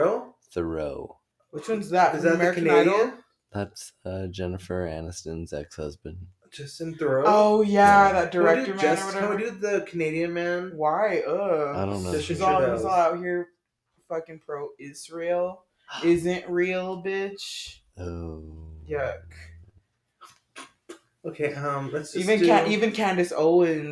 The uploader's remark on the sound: this episode was filmed in the back rooms at 2am….so please excuse the way it sounds.